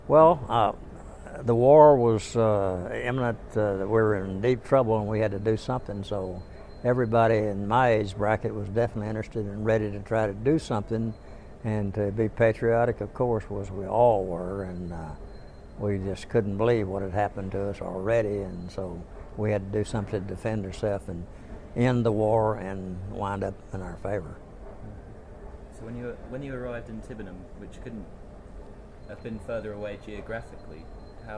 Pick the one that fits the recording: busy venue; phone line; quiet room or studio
busy venue